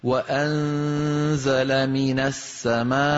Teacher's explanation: تخرج بانطباق الوترين الصوتيين، يعني بتصادم الوترين الصوتيين، خاصة إذا كانت الهمزة ساكنة متطرفة · Term: الهمزة الساكنة